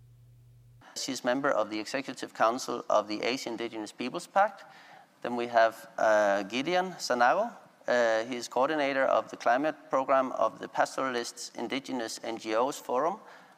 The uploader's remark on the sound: This episode takes us back to the COP 26 conference of the UN Framework Convention on Climate Change (UNFCCC) in Glasgow, Scotland. The episode is a recording of a side event on 9 November 2021. With a panel of five Indigenous climate activists.